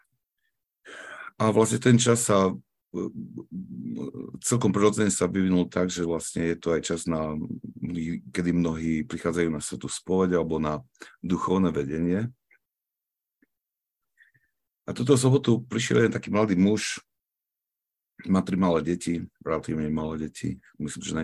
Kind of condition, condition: link, video call